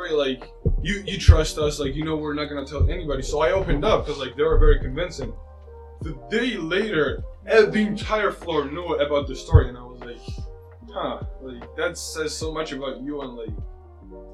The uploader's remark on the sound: sorry if the audio sounds shaky.